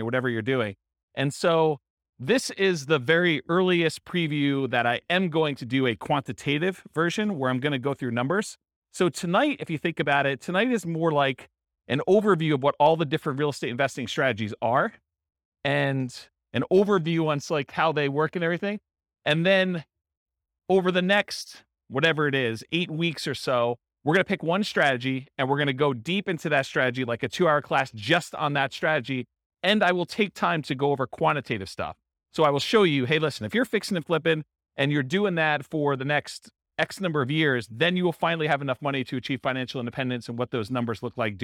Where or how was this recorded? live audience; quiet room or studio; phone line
live audience